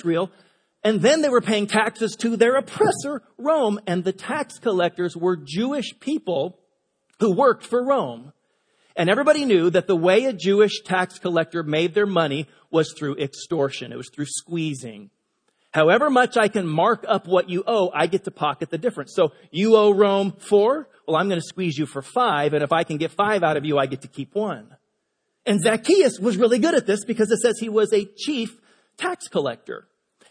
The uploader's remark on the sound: Delivered on 15 October 2017 at Grace Church of La Verne. At Grace Church of La Verne.